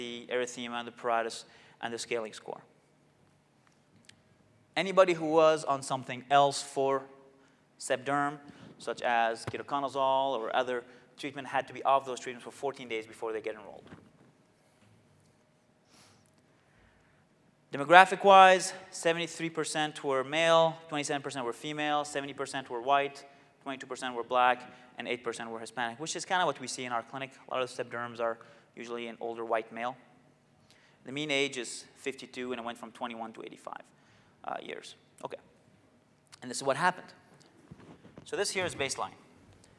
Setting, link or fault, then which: setting, large echoing room